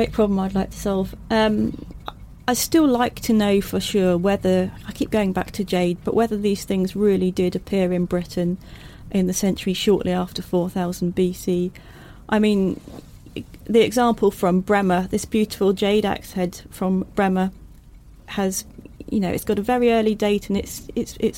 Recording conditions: inside a vehicle